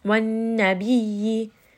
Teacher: ya is going to have a shadda on this letter. So we are going to make sure that we give a little bit of pressure on the roof of the mouth.